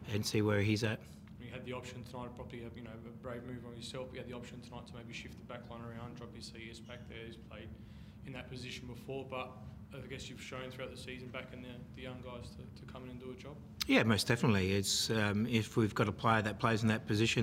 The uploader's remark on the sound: Post-match Press Conference. Adelaide United v Western Sydney Wanderers.